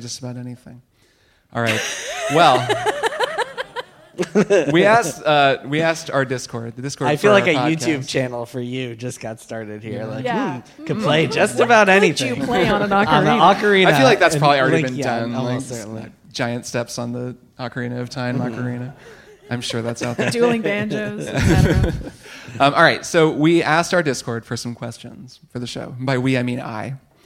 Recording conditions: live audience